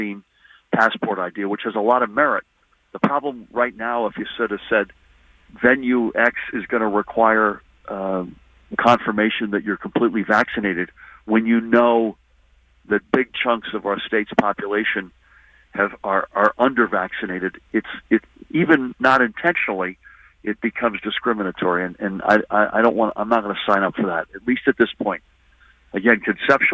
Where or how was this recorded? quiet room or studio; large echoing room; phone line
phone line